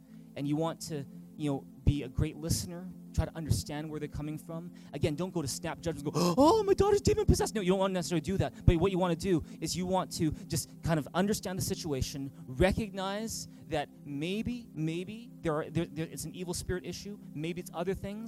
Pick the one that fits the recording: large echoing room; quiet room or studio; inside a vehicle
large echoing room